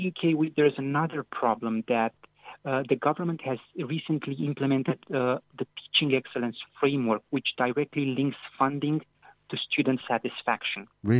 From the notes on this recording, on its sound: Speaking on the phone from his office beanbag overlooking a river